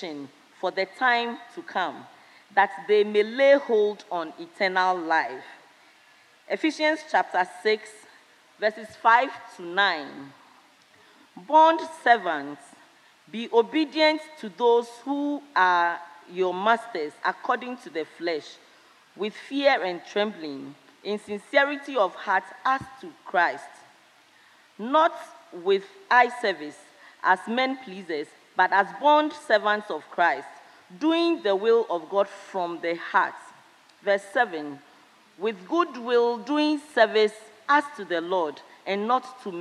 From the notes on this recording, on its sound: Sermon preached at CBC Shiashie Campus